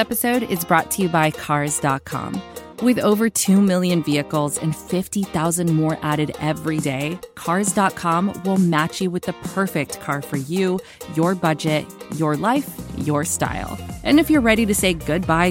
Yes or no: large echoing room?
no